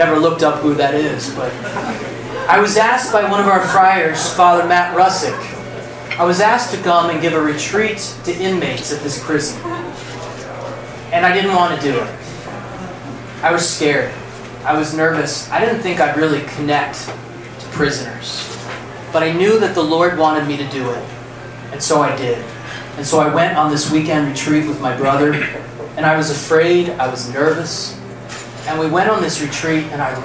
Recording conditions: busy venue